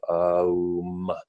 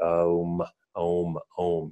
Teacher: begins at the back of your throat with an a sound, a short a, and then it continues across the roof of your mouth and your upper palate, and that's the ooh, and then it finishes with this kind of resonance on your lips or in the nasal, right?